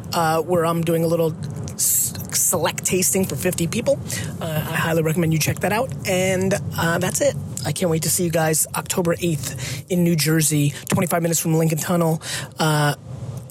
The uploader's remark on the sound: This was a super super insightful interview on Complex. Interviews me in Footaction, NYC.